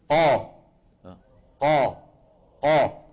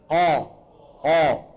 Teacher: يعني لما ننطق القاف، لما نقول قا قا قا ونضغط صوتنا لفين، خليك معي ركز حتى تفهم، قا قا، لما تضغط لما بتنطق القاف المفتوحة مثلا قا، تجد بأن صوتك انضغط لفين؟ لقبة الحنك، لفوق لسقف الحلق. وفي نفس الوقت بتشعر بأنه لسان المزمار شو عمل؟ · Term: التفخيم